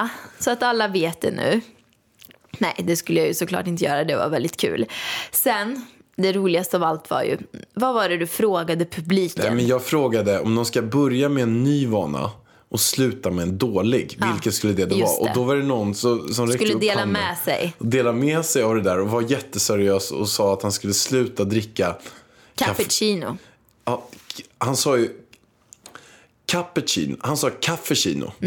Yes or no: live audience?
no